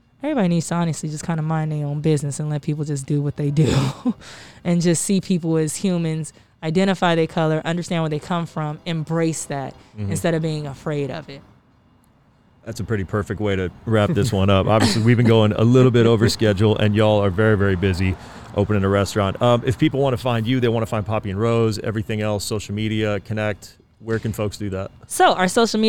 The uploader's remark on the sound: The owners of Poppy + Rose in downtown Los Angeles. We recorded in the back patio of the new restaurant (masked and socially distant mind you) so apologies for any background noise.